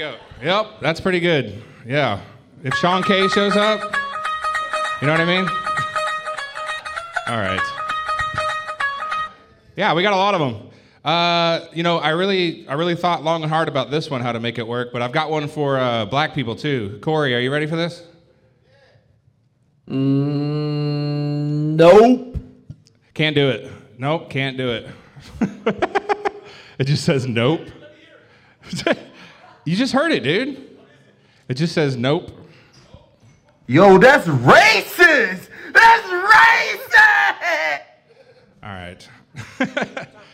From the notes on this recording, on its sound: Live at Shark's Comedy Club. Recorded LIVE from Shark's Comedy Club in Dallas, Texas.